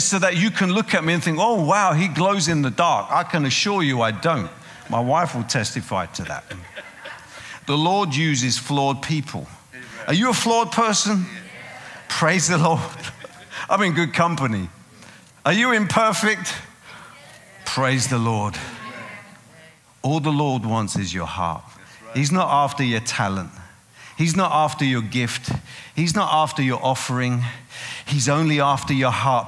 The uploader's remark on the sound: Preaching at a CCF Ministries in Lowell.